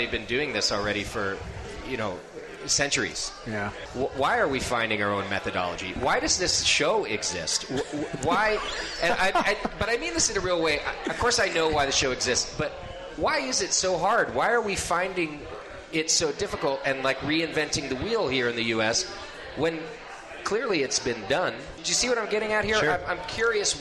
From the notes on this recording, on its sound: Continues its live broadcast from Fort Collins.